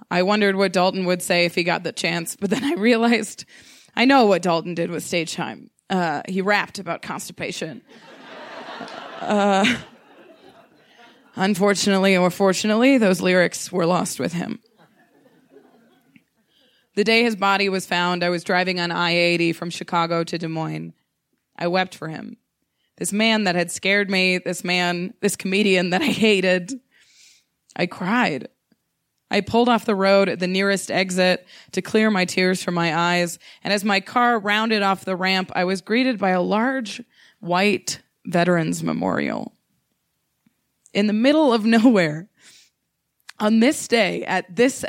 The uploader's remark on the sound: She told this story in front of a live audience at Buntport Theater.